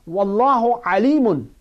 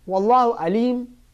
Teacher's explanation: the first Alim which I said with Ayn, the second Alim which I said is with Alif